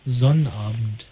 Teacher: Das B, das N und hinten so ein D. Was da schon fast ein bisschen hart wird, wenn es als T ausgesprochen wird. · Term: weicher Konsonanten